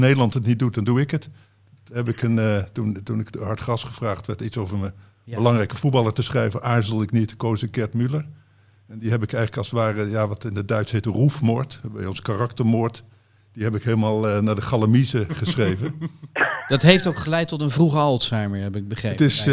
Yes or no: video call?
no